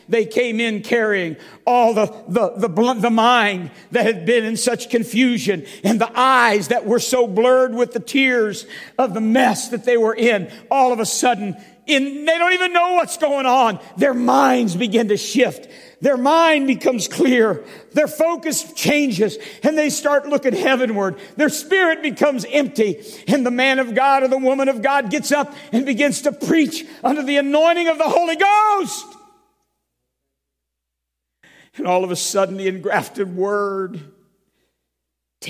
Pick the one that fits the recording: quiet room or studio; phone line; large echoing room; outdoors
large echoing room